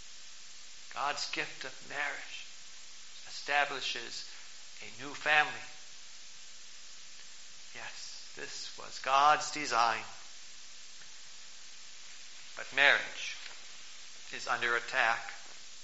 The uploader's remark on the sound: Preached on October 14, 2012, for the Twentieth Sunday after Pentecost, at St. John's Ev.